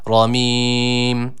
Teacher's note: Ra harfimize dikkat edelim. Üstün bir hareke aldığı için kalın okunması gerekiyor. Ramim. Evet, sonda dudaklar kapanıyor. · sonda dudaklar kapanıyor. Mim harfi var.